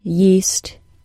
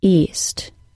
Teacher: During the Y sound, the tongue is held slightly closer to the tooth ridge during the Y sound than for the vowel sound most similar to it, the long E sound. This can be heard, though it is very slight, in the minimal pair yeast, east. · At the beginning of the word yeast, Y-E-A-S-T, my tongue is close enough to my tooth ridge for the airflow to be considered restricted. My vocal tract is not as constricted in the beginning of the word east, E-A-S-T.